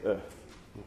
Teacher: the schwa is the lazy vowel, the one where you just basically barely open your mouth and say, ugh. You don't do anything with your tongue, you don't lower your chin, you don't do anything, you just say, ugh.